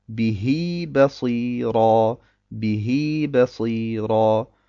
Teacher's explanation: Und deswegen wird das H in die Länge gezogen und es entsteht gesprochen ein Ja